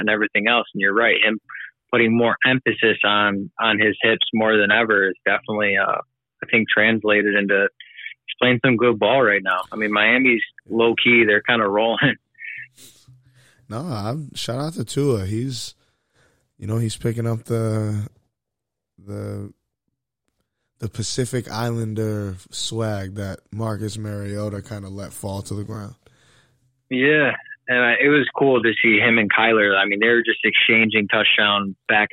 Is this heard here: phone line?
yes